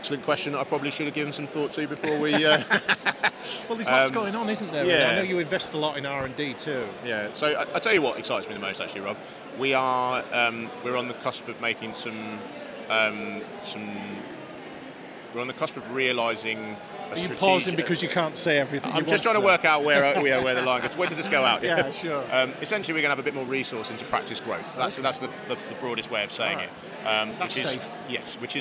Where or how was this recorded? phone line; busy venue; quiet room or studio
busy venue